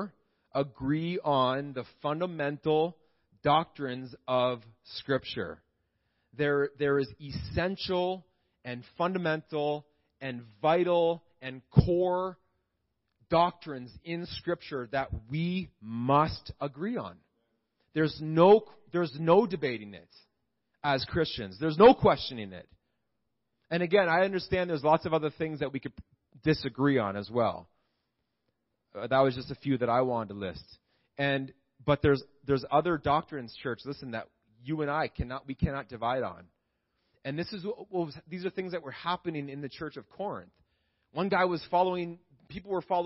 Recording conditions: large echoing room